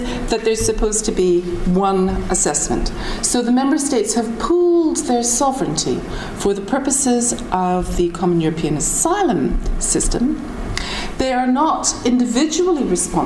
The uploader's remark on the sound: Public Seminar Series, Trinity term 2012. Recorded on 16 May 2012 at the Oxford Department of International Development, University of Oxford.